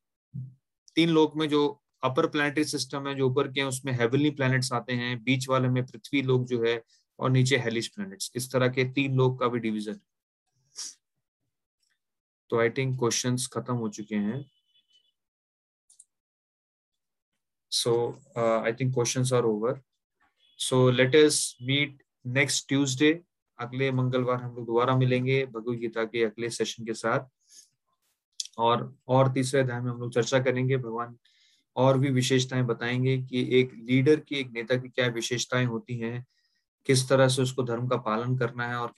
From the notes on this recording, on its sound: Zoom recorded class